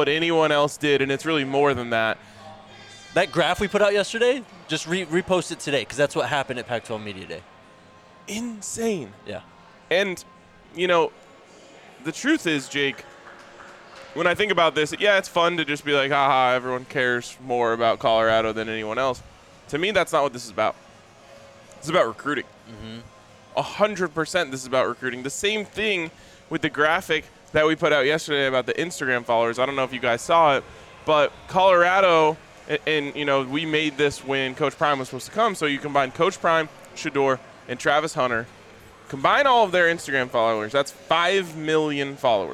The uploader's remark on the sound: live from Circa Resort and Casino in Las Vegas